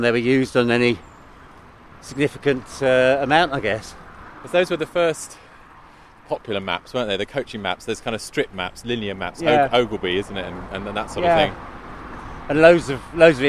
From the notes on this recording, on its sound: Under Monmouthshire Skies. We go for a spin from Castle Meadows in Abergavenny, as it hosted the National Eisteddfod, a huge annual festival of Welsh language, culture, music and song.